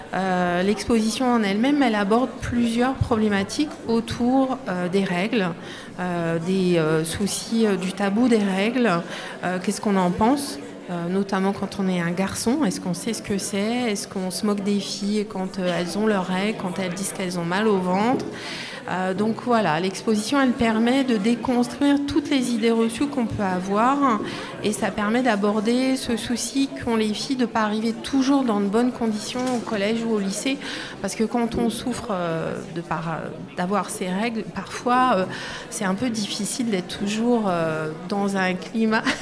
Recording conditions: live audience